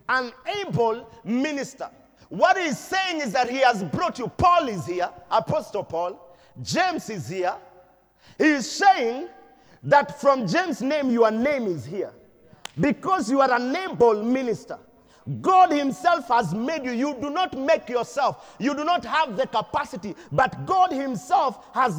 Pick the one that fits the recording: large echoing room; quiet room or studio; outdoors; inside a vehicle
large echoing room